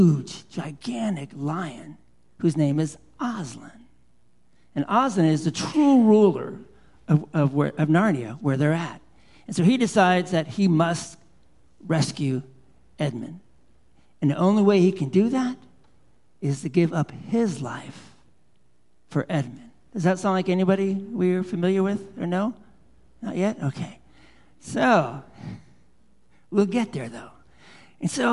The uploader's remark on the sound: Live Worship Service